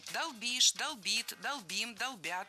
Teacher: Во всех формах ударяем окончание.